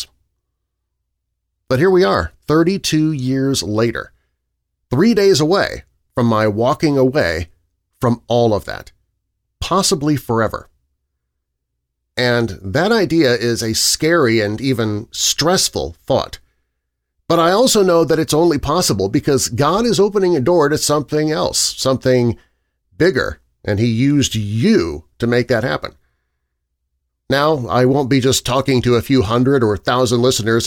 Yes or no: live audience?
no